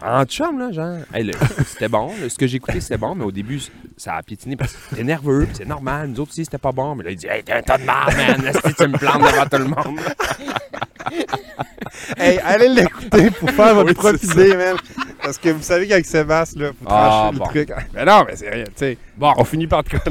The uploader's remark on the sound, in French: il vente à tout défaire et on s'excuse pour la qualité du son